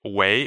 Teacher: If you look it up in the dictionary, the character is fourth tone. Right, but everyone, when they answer the phone, are more like wei, which is the second tone.